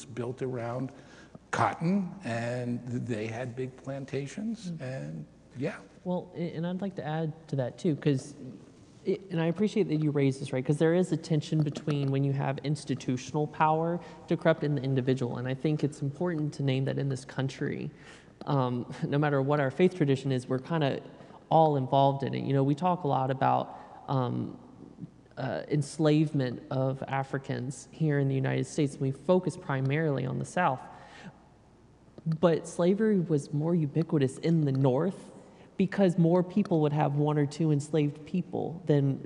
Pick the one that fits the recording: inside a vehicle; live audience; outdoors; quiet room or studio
live audience